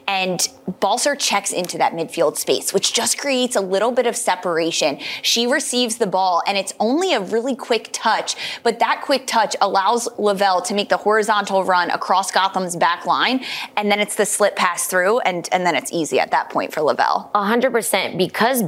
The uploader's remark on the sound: joins live from a watch party in NYC (7:29)